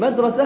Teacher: فعند التسكين مدرسة تتحول التاء المربوطة إلى هاء لفظا